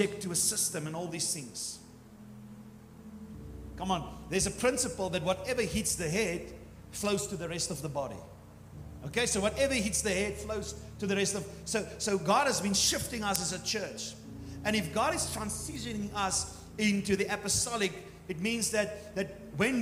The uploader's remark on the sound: Morning service 28 January 2024